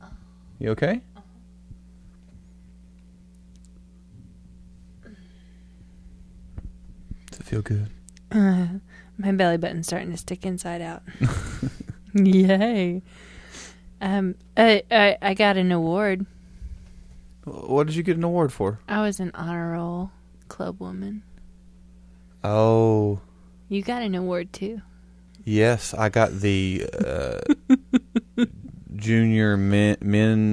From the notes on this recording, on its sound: Sorry for the hum people.